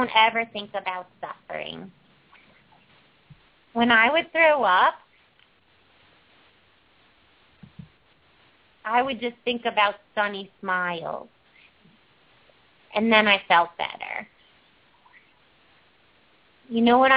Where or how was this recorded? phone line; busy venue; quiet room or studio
phone line